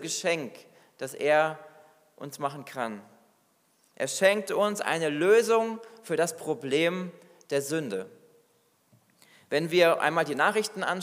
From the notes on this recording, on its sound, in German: Predigt aus dem Weihnachtsgottesdienst